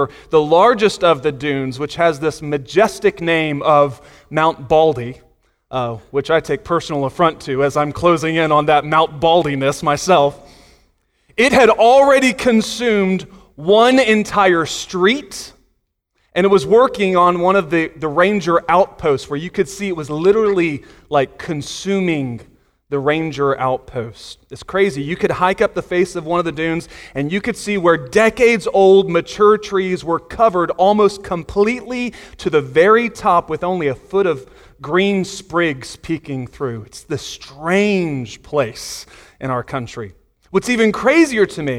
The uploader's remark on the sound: Sunday Morning Sermon Audio